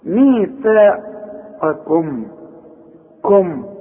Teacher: عندي قاف عالية قوي في التفخيم، وبعدين عندي كاف مرققة